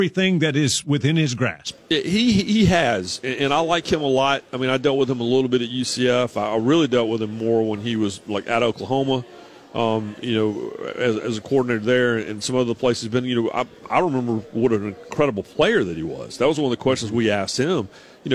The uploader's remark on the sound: live from SEC Media Days